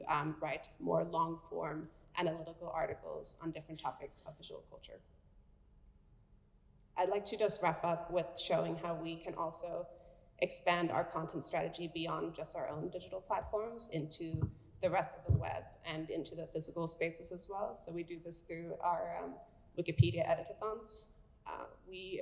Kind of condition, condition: setting, busy venue